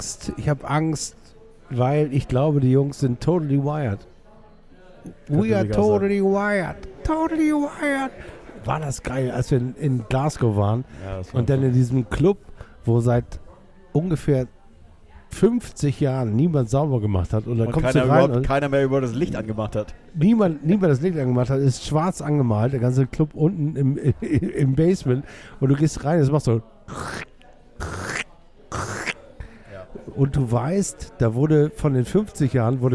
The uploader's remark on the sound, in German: Live aus er Taverna Plaka in der Schanze.